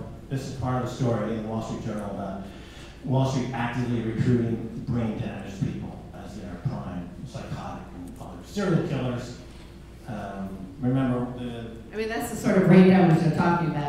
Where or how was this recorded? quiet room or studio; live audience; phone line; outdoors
live audience